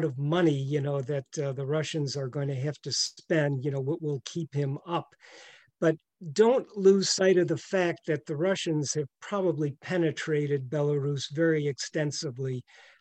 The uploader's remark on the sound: The Wilson Center’s Canada Institute, Global Europe Program, and Kennan Institute invite you to this virtual panel with leading authorities.